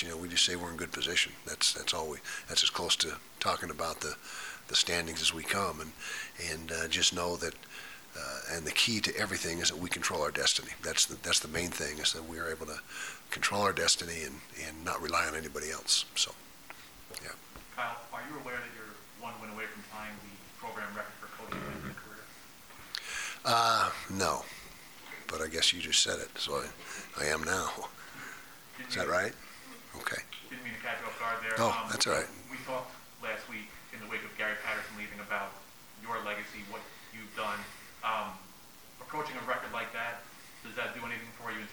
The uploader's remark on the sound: press conference